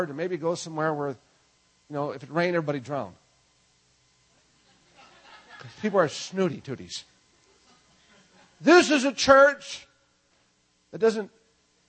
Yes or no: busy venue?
no